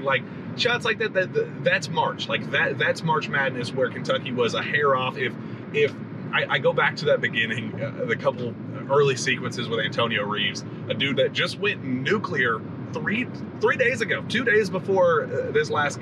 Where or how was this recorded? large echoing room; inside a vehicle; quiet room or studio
inside a vehicle